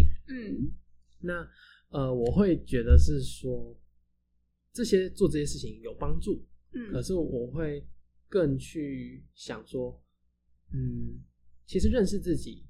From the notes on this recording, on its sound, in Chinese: 這一集的音質比較不好，再麻煩你拿下耳機收聽會更合適。